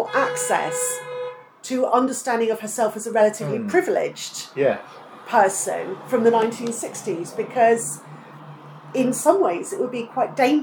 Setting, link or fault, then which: fault, background noise